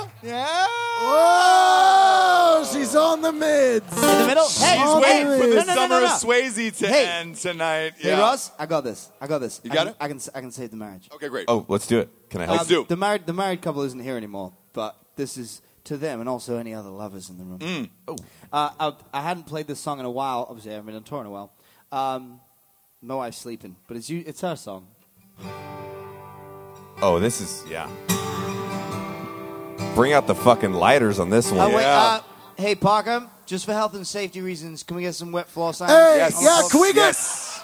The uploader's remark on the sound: Live From The Drinkin' Bros Cruise Night #2!